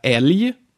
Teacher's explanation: G is also pronounced like a Y after L and R.